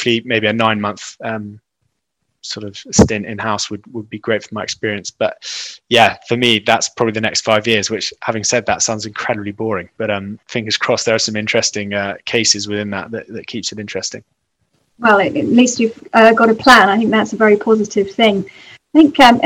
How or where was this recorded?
video call